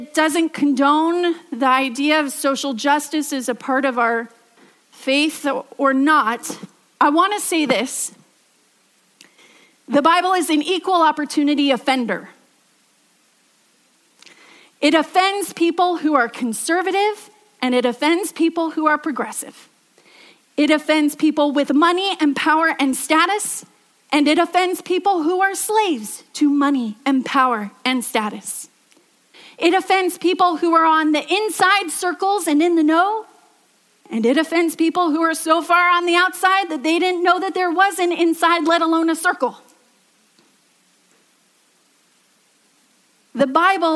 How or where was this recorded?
large echoing room